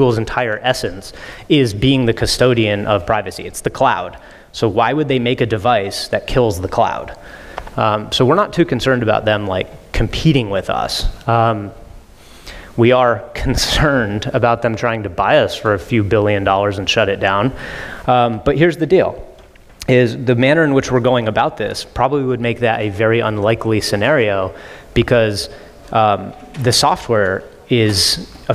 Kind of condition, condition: setting, live audience